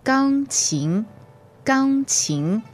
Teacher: first tone and second tone